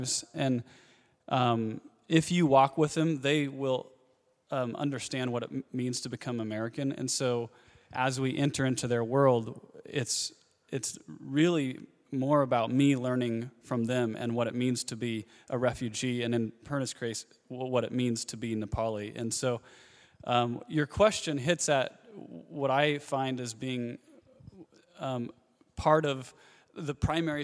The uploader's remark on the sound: Q & A Recorded 18 February 2016 Brookside Campus.